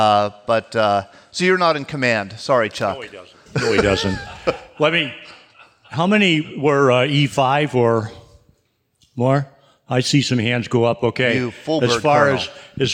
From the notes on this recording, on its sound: Recorded live on June 11, 2016 at Spring Valley in Fayette County, Pennsylvania. Listen to the stories and voices of local veterans recorded live.